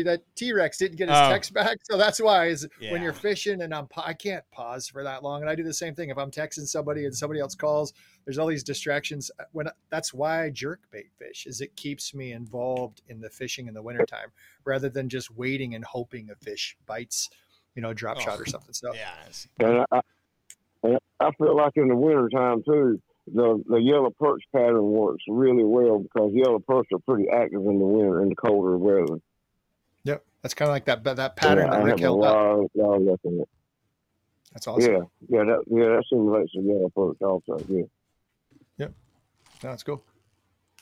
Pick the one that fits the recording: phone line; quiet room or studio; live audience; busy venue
phone line